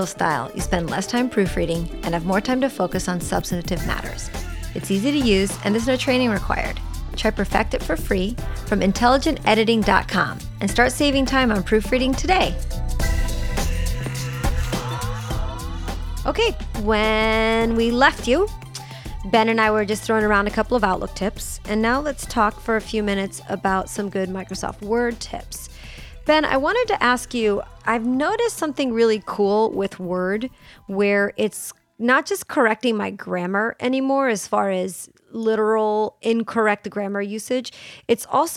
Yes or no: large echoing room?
no